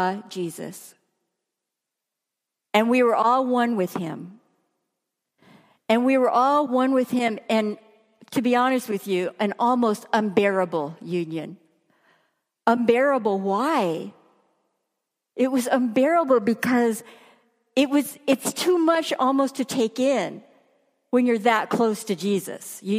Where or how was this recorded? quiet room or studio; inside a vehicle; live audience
live audience